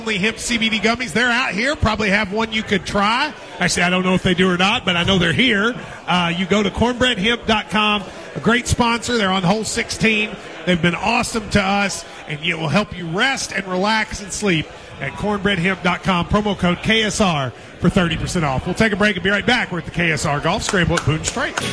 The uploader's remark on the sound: Live at the KSR Lexington Golf Scramble